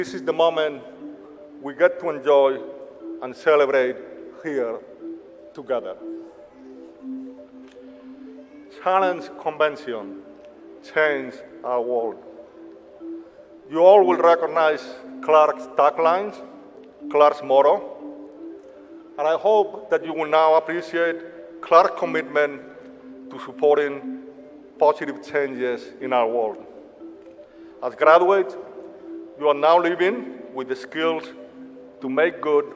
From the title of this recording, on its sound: Sounds from Clark's 118th Commencement Ceremonies